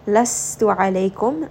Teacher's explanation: ayn is going to be from the middle of the throat